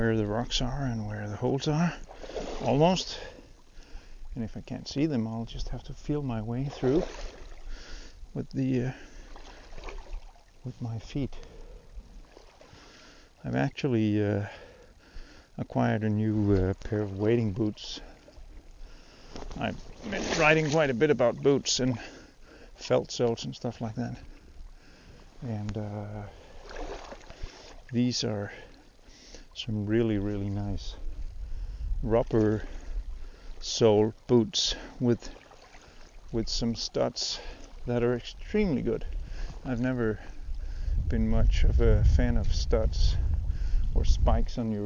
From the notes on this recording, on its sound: No fish are caught while recording. Tried integrating a bit of his music into the outdoors tracks recorded in situ on the coast.